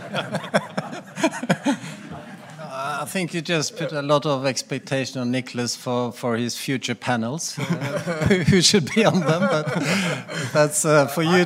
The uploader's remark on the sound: KEYNOTE ROUNDTABLE at the 3rd Annual Capital Link German Maritime Forum, Hamburg. At the Radisson Blu Hotel in Hamburg, Germany.